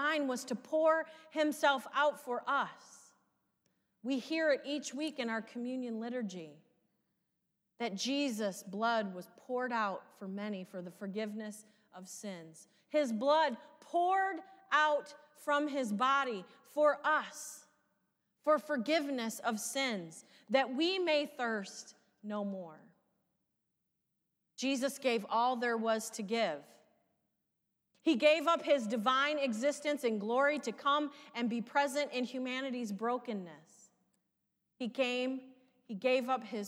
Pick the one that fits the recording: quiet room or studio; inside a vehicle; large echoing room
large echoing room